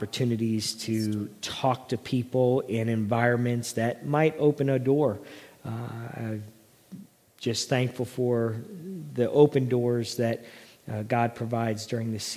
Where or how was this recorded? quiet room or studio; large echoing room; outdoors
large echoing room